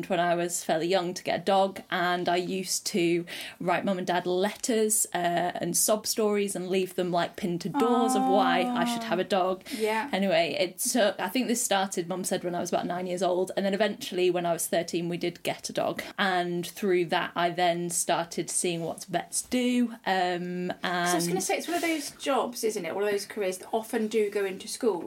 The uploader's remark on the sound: Apologies for the wining, growling and slobbery background noises you'll no doubt hear.